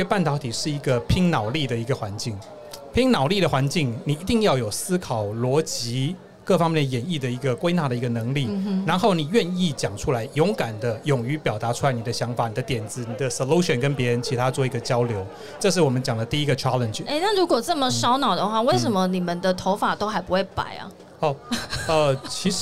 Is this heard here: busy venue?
yes